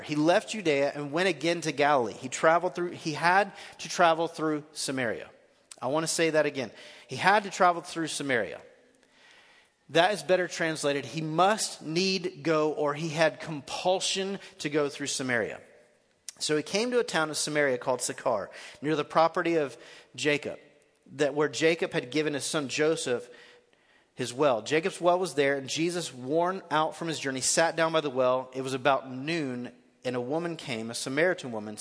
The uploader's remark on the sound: Recorded live at The Fellowship at Two Rivers on February 3, 2019.